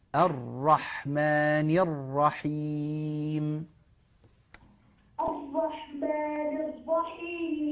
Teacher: الراء في كلمة الرحيم، بين الشدة جيدا